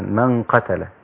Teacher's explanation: إخفاء مع الغنة، والغنة مفخمة. تمام، لأن حرف القاف حرف مفخم مستعلي، فيصير النطق بها هكذا من قبل، وأعود إلى ترقيق الباء بعدها.